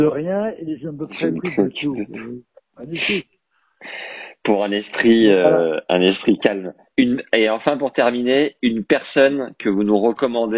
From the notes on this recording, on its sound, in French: j'enregistre l'appel téléphonique donc le son est à l'ancienne